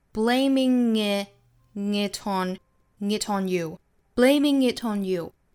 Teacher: blaming it 和 on 三个词有两处连读，是后鼻音加元音连读和辅音加元音的连读